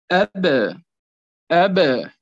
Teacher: هذه الباء عندما تكون ساكنة هناك تصادم ثم تباعد · Term: الحرف الساكن المقلقل